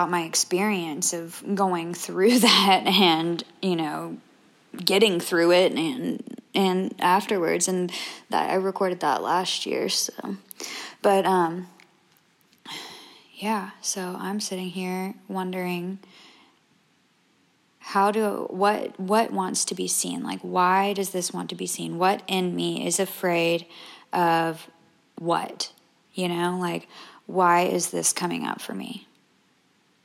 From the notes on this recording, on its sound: I only remembered when I found this recording in my phone.